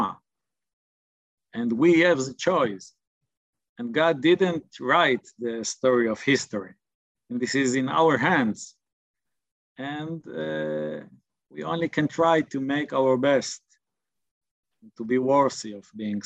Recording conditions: video call